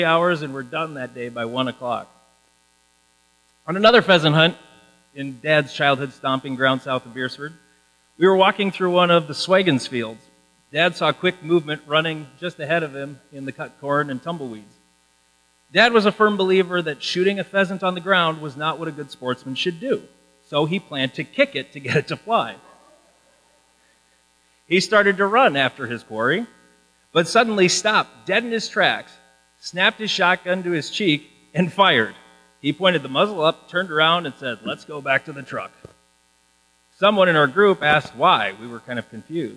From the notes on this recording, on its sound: The audio quality is not great, there was a buzz in the church audio system. I did my best to get rid of it.